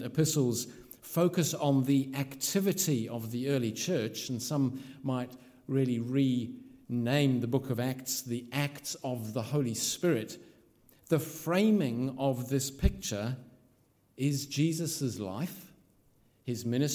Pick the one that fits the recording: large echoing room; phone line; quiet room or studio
large echoing room